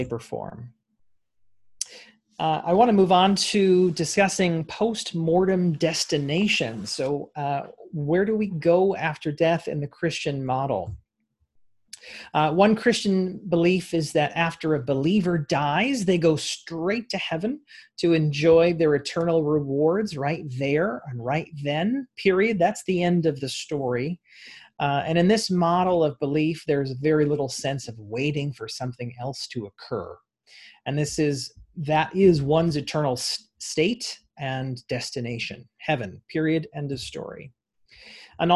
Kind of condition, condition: link, video call